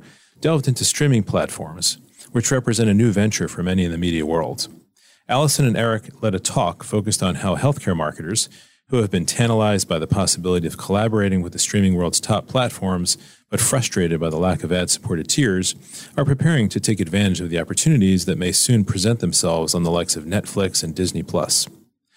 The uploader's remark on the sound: Interviews from the Media Summit sidelines. Soundbites from the sidelines of the MM+M Media Summit.